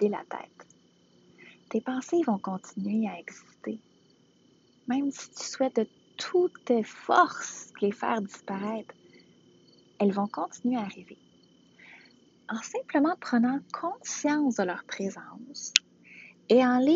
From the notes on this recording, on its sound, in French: Cet épisode a été enregistré à l’extérieur, la qualité audio n’est pas maximale